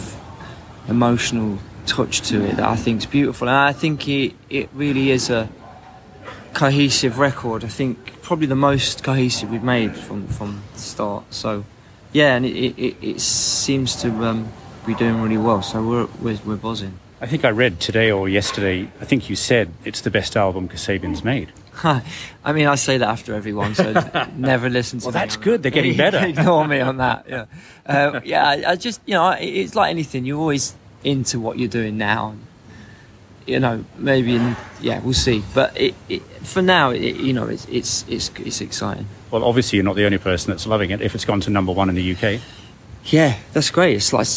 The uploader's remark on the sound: Who were in Japan for Sonic Mania at Summer Sonic music festival in August 2022. The interview took place backstage at Makuhari Messe in Tokyo just before their live show.